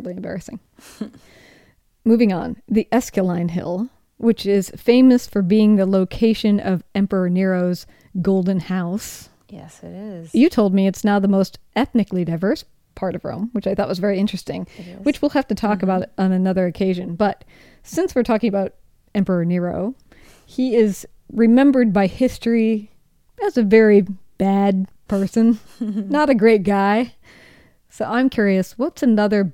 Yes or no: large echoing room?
no